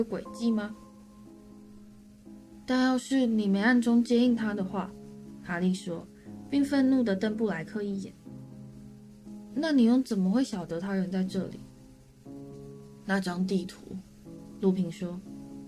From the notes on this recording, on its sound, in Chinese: 這集錄音的時候不小心用到內建麥克風。已經盡量修雜音和調音量，音質可能會比以前差一點。